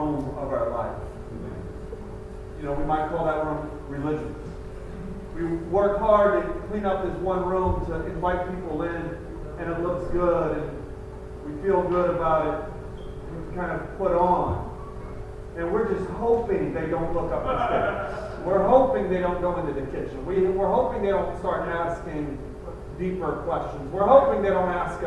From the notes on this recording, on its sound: Apologies for the poor audio